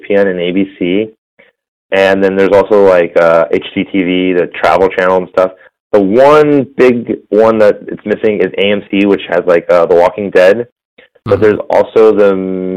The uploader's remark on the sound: The audio for him is extremely poor because he had to call in.